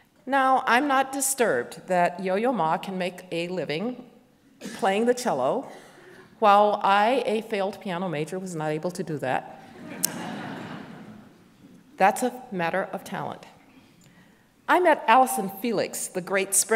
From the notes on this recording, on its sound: we go back two weeks to March 8, 2023 for our in-person event